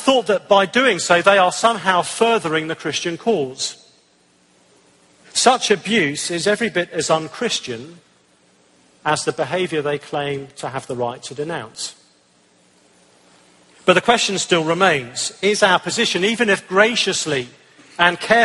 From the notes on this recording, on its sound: answered some hard questions at the ERLC National Conference